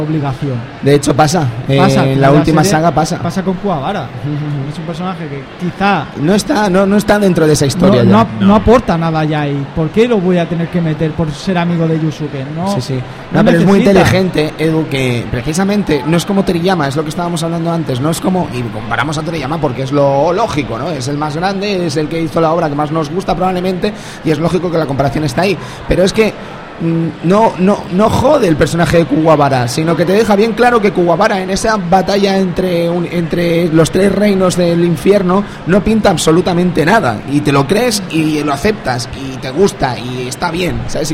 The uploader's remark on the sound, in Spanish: Programa grabado en directo desde el salon del manga de Barcelona.